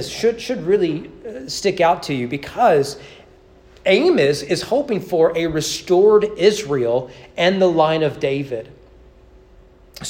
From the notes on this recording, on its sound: Sermon preached on August 31, 2022 during evening worship at East Frankfort Baptist Church.